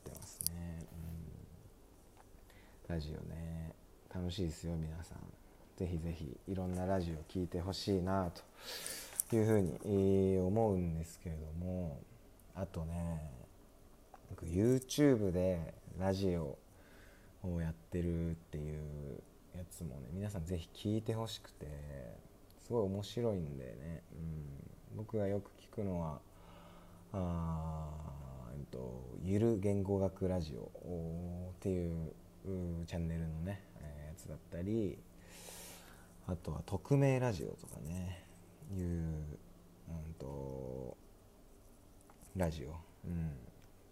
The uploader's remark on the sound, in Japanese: 音響機材の関係で雑音が入ることがあります。Iphoneの有線イヤホン収音えぐいな。北海道札幌市を拠点に活動する26歳男性2人がただただ話すラジオです！